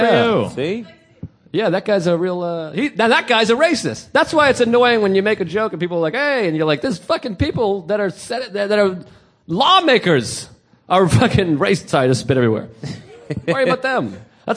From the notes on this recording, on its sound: This weeks episode was recorded live at The Stress Factory in New Jersey!